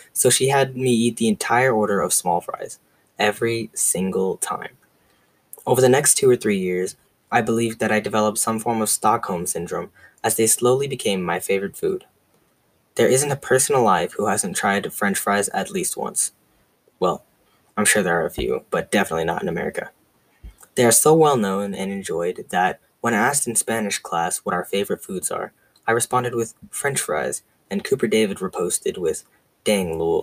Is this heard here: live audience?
no